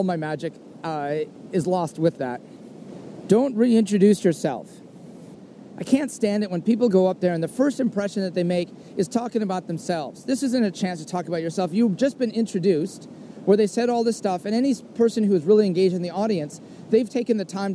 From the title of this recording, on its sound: soliloquy on a trail